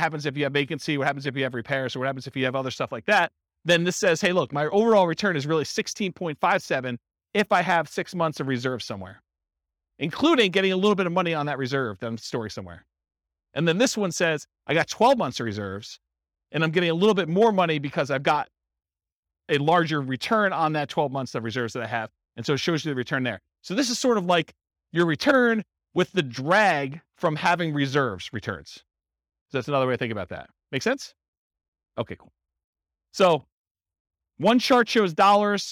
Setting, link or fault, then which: setting, live audience